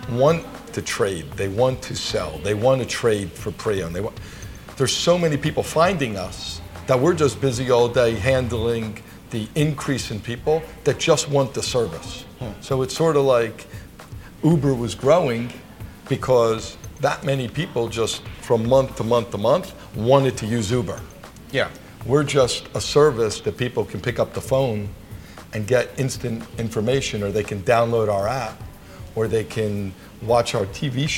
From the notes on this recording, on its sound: At the Breitling Boutique on Madison Avenue in Manhattan – you'll hear the sounds of the store and some construction next door.